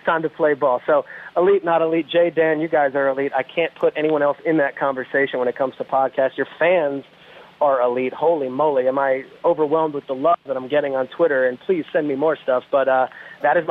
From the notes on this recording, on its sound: Drops his phone during a phone interview and the boys try to figure out what went wrong.